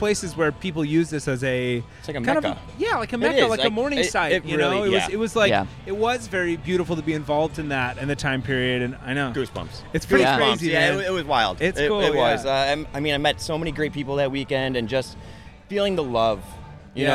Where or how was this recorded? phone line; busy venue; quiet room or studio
busy venue